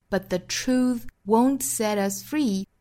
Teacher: 注意 but,弱读之后是读 but,那单词尾部 t 省掉，包括后面的 won't,尾部 t 也省掉。But the truth won't set us free, set us